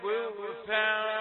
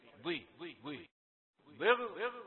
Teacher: ضاد مفخمة لكن في آخر درجات التفخيم